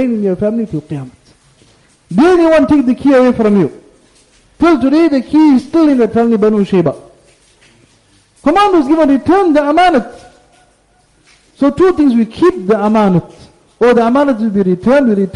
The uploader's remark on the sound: Jumuah Lecture at Glenearn Road Masjid